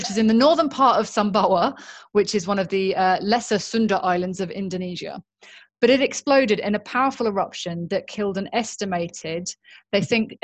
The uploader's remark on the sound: This episode was recorded via Zoom cus we were still in lockdown